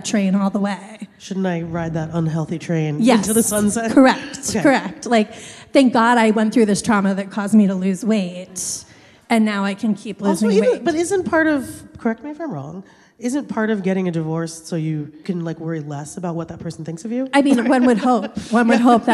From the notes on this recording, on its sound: We recorded this on December 3, at Seattle’s Town Hall. Welcome to the first ever LIVE episode of Burnt Toast! At Seattle’s Town Hall.